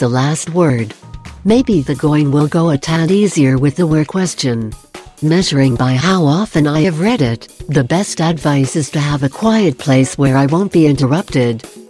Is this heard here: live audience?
no